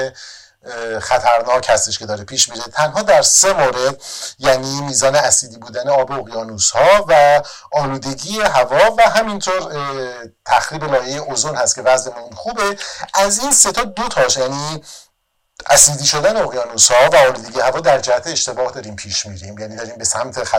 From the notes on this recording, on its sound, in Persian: متاسفانه به دلیل مشکلی پیش بینی نشده ،صدای این قسمت کیفیت پایینی دارد که فرصت برای اصلاحش پیش نیامد.